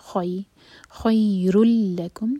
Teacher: خی خا ہیوی اور پھر یا سے جوڑیں گے تو مدلین سافٹ ہو جائے گا. خی خیر لکم، راپر دمہ کی تنوین کی بدلا ہم پر شدہ تو یہ ہے دغام بغیر غنہ کا.